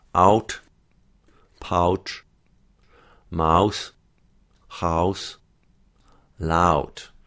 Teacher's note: The ao diphthong does not quite round as tightly as we would normally do. Ow, we head towards an oo sound.